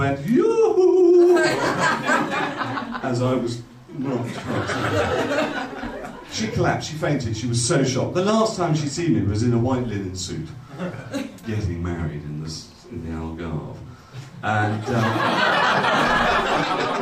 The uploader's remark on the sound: We remix past performances from our live shows. All performances were originally recorded at our shows at The Leicester Square Theatre, The Hackney Attic and The Dogstar in Brixton throughout 2012 and 2013.